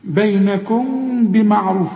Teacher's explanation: في إخفاء، ما تضمش شفايفك، ما تقولش بينكم بمعروف، لا، بينكم، خلي انفراج في الشفايف ولازم تغن، يبقى إخفاء مع الغنة